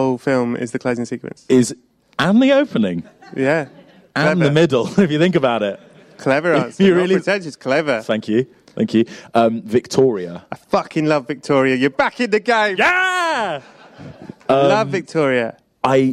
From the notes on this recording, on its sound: This week is a live special recorded at the BFI! The excellent day-long podcast festival ‘Podstock’ at the BFI, with a stellar line up of live shows and goodness from start to end. This is basically the entire show, with a few small edits for audio (as, obviously, you can’t see the stage on this podcast - so some things wouldn’t have made a lot of sense without the visuals!).